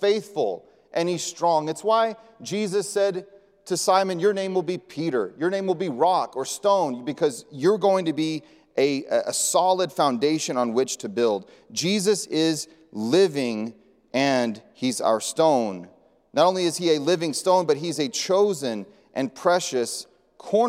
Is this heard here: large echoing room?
yes